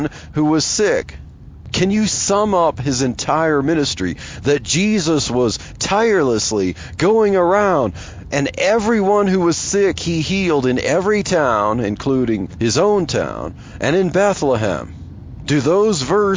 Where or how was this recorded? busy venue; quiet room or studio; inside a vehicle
inside a vehicle